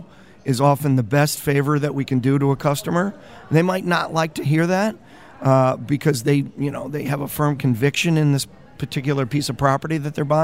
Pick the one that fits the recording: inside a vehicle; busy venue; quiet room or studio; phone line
busy venue